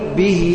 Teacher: لاحظ أن بعد الهاء أنت تأتي بحرف مد هو ليس مكتوب ولكنك تأتي به لفظا · Term: مد الصلة